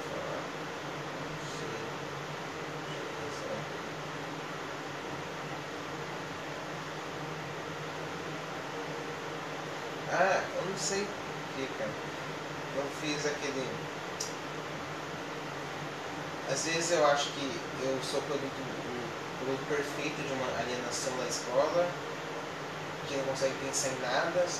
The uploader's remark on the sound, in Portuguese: Desculpa o áudio baixo.